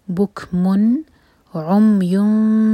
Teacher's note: یعنی کہ نون کے ساؤنڈ کو کلیئر پڑھنا ہے اور ہولڈ نہیں کرنا · Term: اظہار